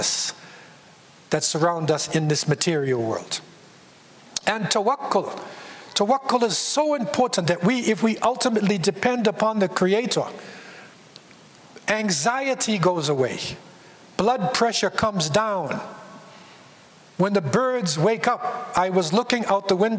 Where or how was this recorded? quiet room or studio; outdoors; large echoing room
large echoing room